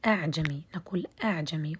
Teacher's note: عندنا هشام بإسقاط همزة فتصبح همزة واحدة فقط أ أعجمي نقول أعجمي وليست أعجمي وليست أعجمي واضح إذا بهمزة